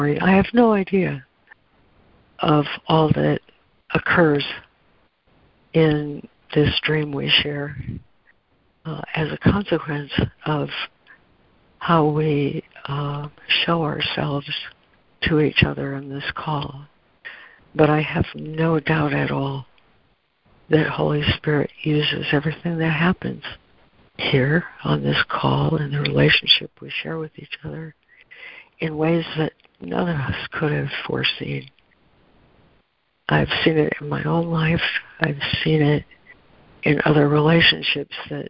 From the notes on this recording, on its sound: ACIM Daily Conference Call